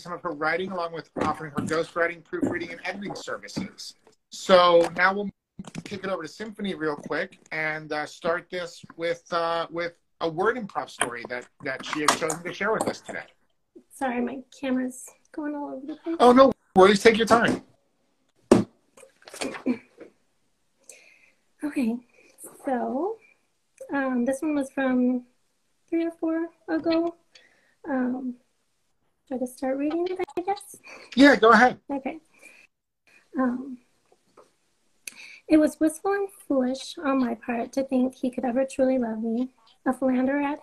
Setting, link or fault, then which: link, video call